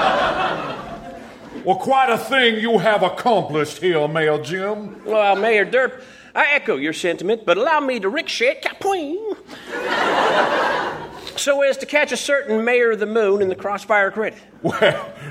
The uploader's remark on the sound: Recorded Live 3/3/2012 at Largo, Los Angeles.